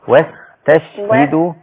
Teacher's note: خلصي الهمس بتاع السين من التاء بعدها